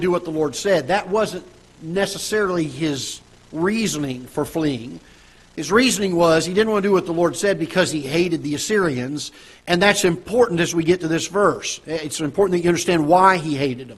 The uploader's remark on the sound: Ketha Heights Baptist Church ~ Live Broadcast